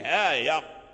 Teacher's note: أي ونافع عند مريم أمال الهاء والياء